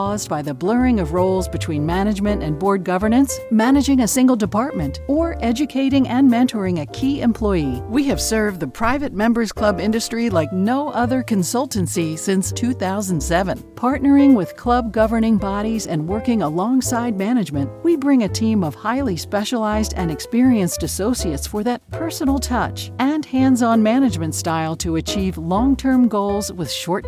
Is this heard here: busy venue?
no